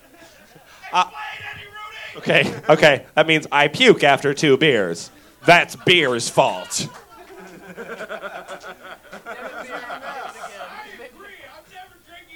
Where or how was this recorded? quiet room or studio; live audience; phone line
live audience